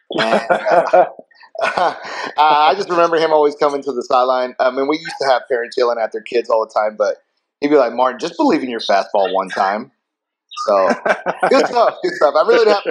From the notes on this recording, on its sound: Several guests popped on to share some thoughts.